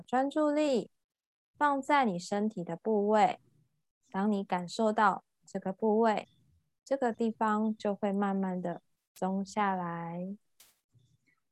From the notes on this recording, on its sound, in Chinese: 聊聊好心芹ZOOM線上公益講座。